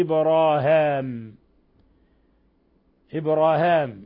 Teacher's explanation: وقرأ هشام بفتح الهاء وألف بعدها من لفظ إبراهيم في الموضعين، إبراهيم قرأها إبراهام، إبراهام الآية 25